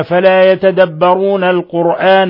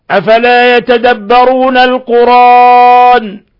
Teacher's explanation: القرآن بالهمز هذه قراءة الجماعة، القرآن بحذف الهمز هذه قراءة ابن كثير · Shown in: second take · وصلا ووقفا، ووافقه حمزة حالة الوقف.